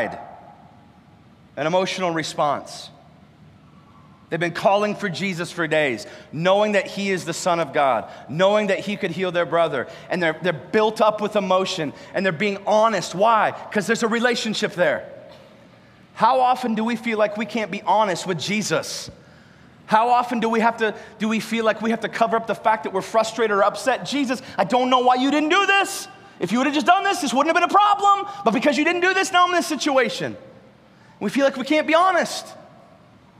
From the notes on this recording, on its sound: live from Covenant Church!